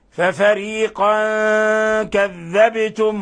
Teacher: ولاحظوا قلقلة الباء في لفظ كذبتم